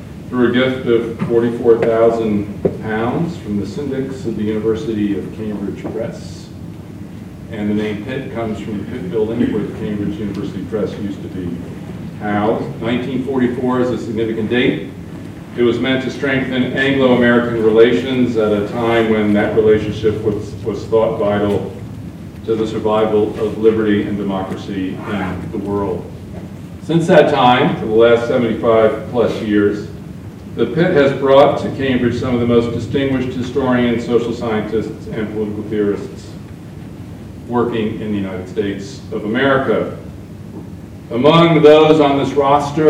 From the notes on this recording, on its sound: Apologies for the quasi-'field recording' style of the audio here.